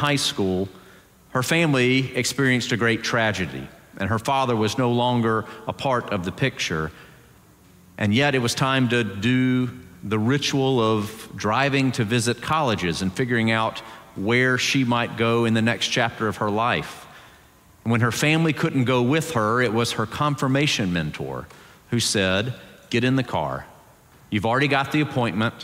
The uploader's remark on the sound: Presbyterian College Sunday Worship Service.